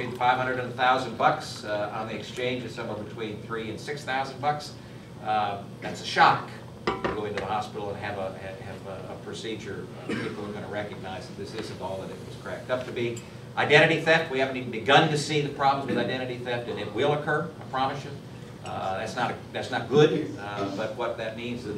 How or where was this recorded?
busy venue